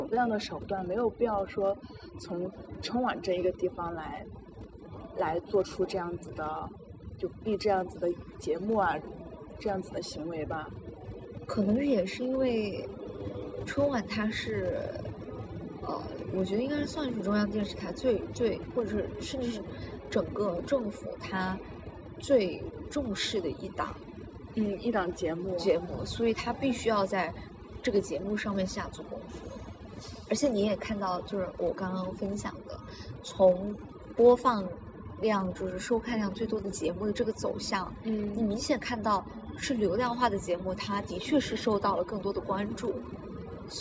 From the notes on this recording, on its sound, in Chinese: 本期节目的录制环境由于是在室外，因此收听过程中听众朋友们会听到一些杂音